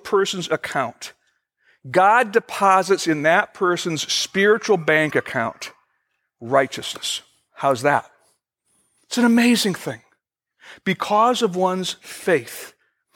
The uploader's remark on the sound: Originally recorded September 21, 2014, at Fellowship Missionary Church, Fort Wayne, IN.